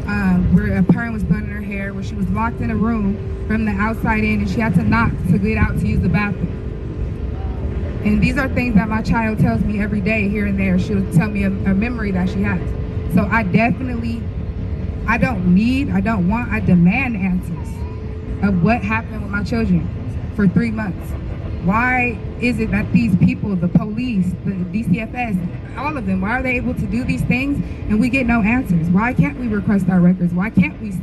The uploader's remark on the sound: Exclusive coverage from across Los Angeles County in Palmdale. Covering a press conference called by the new Antelope Valley NAACP President.